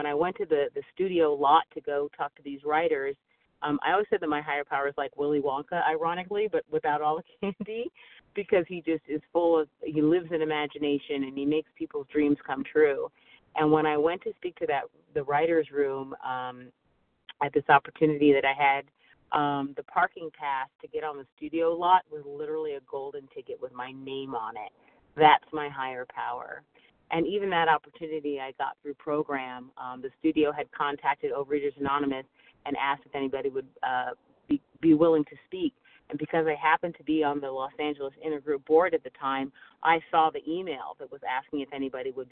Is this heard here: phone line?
yes